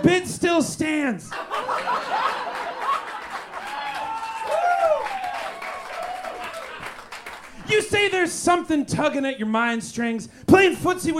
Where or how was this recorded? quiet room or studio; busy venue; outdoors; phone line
busy venue